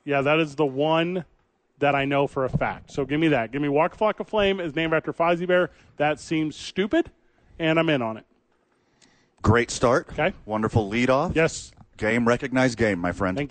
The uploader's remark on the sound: live from the Duke Store